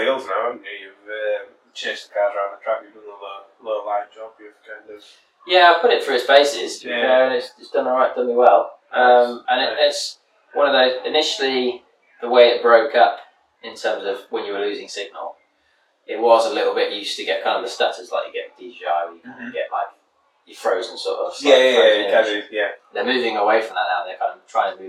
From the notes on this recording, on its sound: Less than ideal audio. Sit down with a few beers.